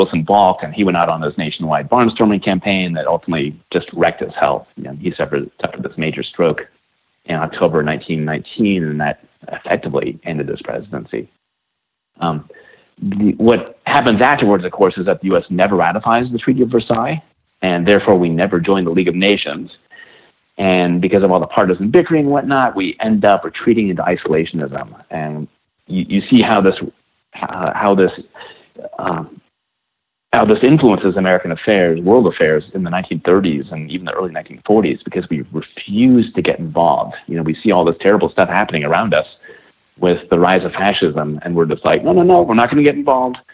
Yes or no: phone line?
yes